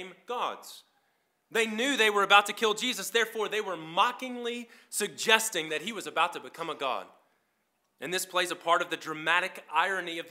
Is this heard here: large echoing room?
yes